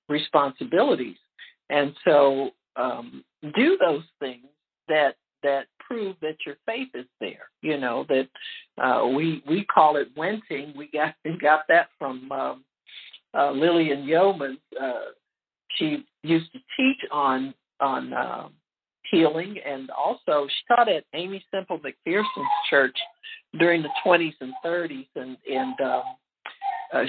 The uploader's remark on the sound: HEALING TEACHING CONFERENCE CALL - Audio.